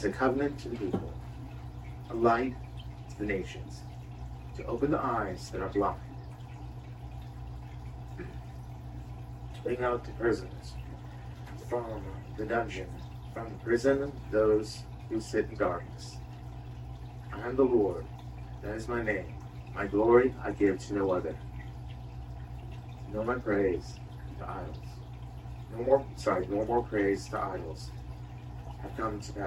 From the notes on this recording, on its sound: full service recording